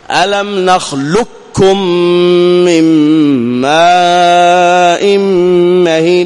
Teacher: أي ذهب الحرف وهو القاف وذهبت صفته وهي الاستعلاء، فصار هكذا نخلق، ذهب القاف ما تسمعه، ما نقول نخلقكم لا، وإنما نقول نخلق، لك لك، ألم نخلق كم من ماء مهين. · Term: إدغاما يسمونه محضا